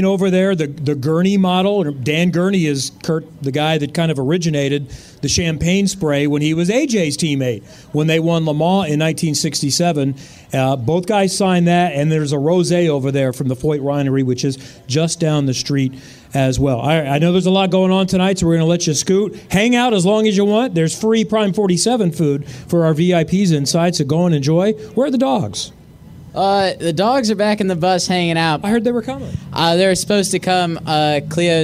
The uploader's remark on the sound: live from the Prime 47 Burger Bash!